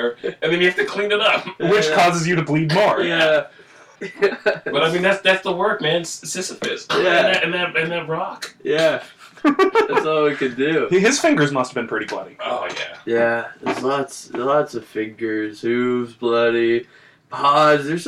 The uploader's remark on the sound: It's a Bad Audio Bonus Episode!